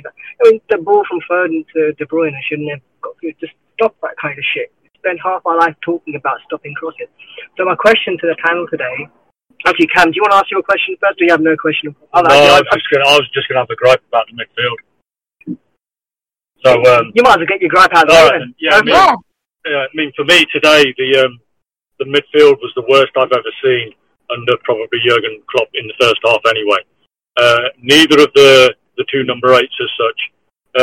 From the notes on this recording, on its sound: Post Match Call In LIVE. The trio answer caller questions of team selection, player performance and other key moments from the game.